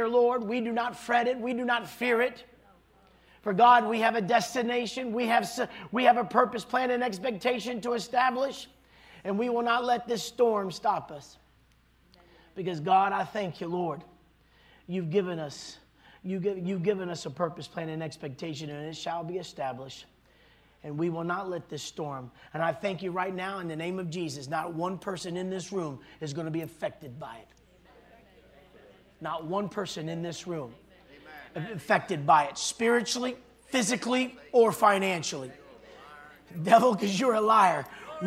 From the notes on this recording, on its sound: this was recorded on Saturday at Abundant Living Ministries